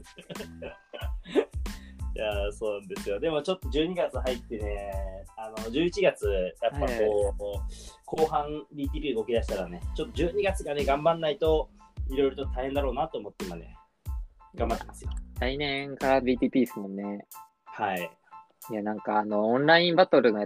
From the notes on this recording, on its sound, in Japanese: リモート収録。